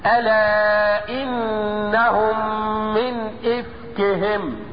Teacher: طرف الاسنان العليا كأنه بيشك بطن الشفة السفلى من الداخل · Term: الفاء